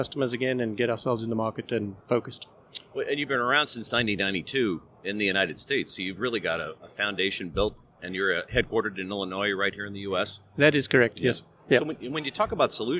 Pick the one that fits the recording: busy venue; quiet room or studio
busy venue